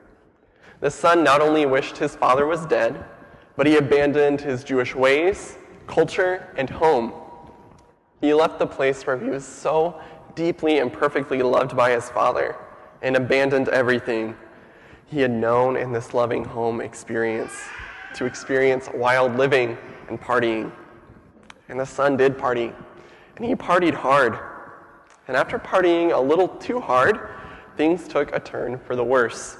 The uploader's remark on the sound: Sermon audio from FIBC Copenhagen, July 26, 2015.